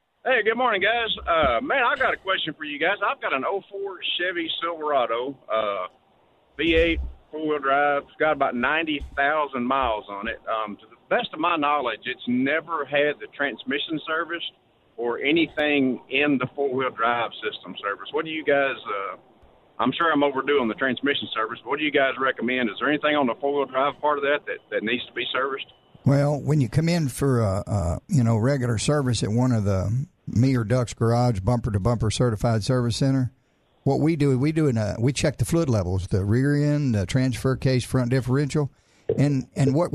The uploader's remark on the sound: Called. Came in the studio.